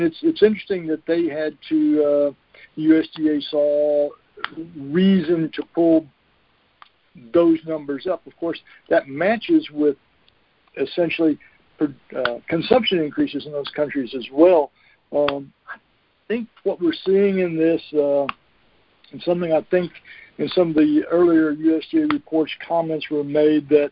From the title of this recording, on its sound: Monthly Conference Call